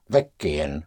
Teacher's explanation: Now, the push is on weg.